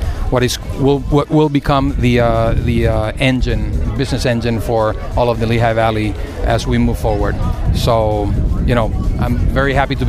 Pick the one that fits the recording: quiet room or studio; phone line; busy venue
busy venue